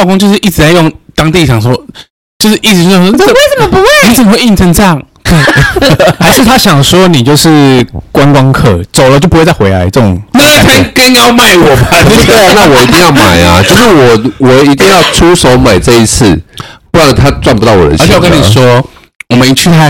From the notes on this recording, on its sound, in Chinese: 這集音質很容易破音，大家都太激動了。